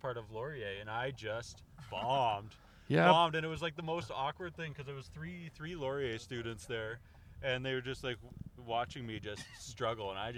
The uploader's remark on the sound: As we sort out audio levels while driving in a Buick Envision from Las Vegas to Boulder City.